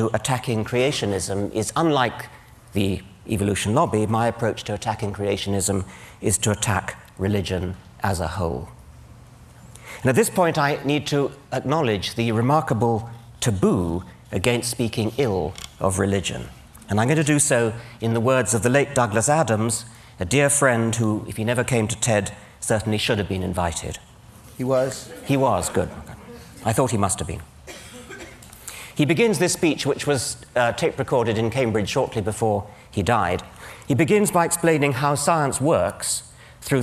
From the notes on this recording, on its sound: Drew strongly mixed reactions from the audience; some stood and applauded his courage.